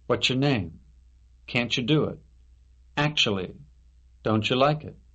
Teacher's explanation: T and Y equals CH.